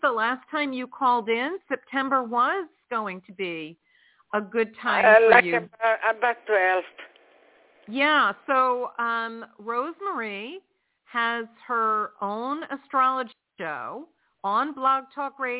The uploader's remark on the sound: in response to callers' questions